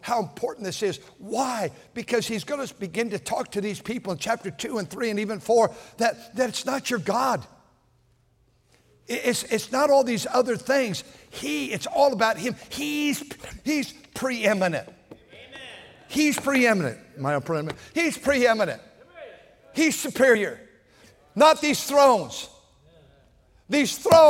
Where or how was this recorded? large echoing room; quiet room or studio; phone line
large echoing room